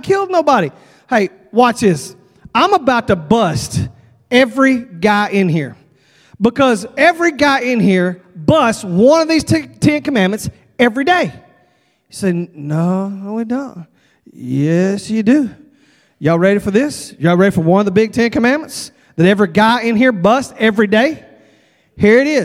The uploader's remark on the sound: at Broadway Baptist Church, Lexington, Kentucky